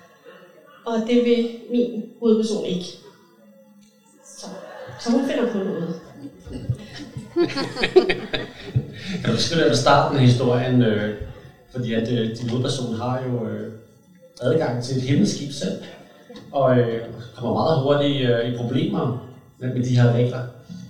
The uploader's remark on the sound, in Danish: Fordi det er optaget LIVE foran et publikum, er der også en smule støj i baggrunden.